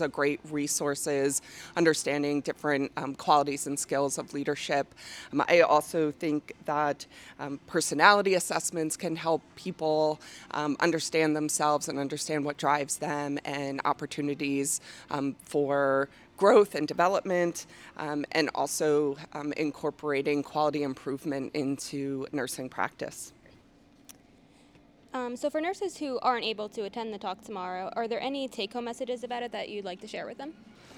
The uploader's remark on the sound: Listen to this live podcast from the 2023 Oncology Nursing Society (ONS) Congress.